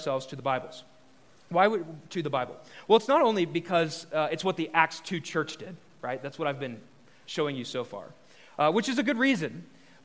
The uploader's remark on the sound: The following episode is a live recorded sermon from the Sunday gathering at The Heights Church Denver on 01/15/23